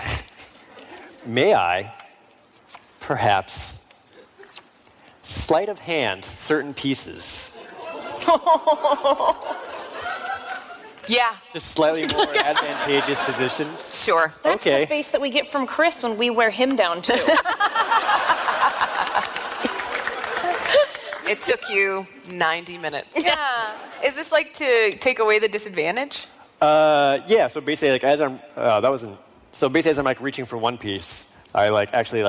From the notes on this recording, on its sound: special episode live from PAX East 2019